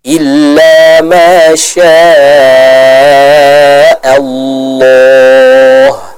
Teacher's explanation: kita harus panjangkan 4-5 harakat, tidak boleh dibaca dengan 2 harakat · lafzul jalalah kita perhatikan dibaca dengan menebalkan huruf lamnya · Term: mad wajib al-muttasil